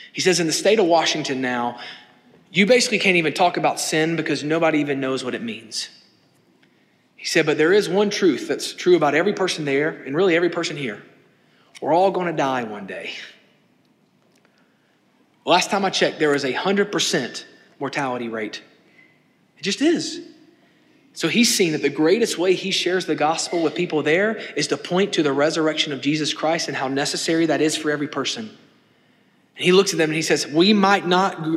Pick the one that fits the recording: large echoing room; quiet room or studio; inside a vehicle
large echoing room